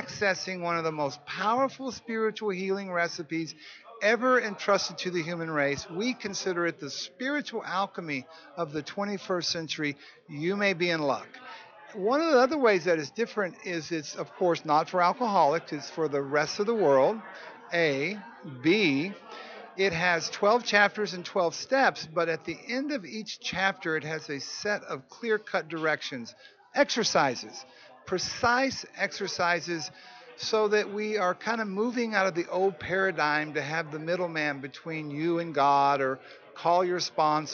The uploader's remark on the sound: broadcasting from the 39th Annual NAATP Leadership Conference in Austin, Texas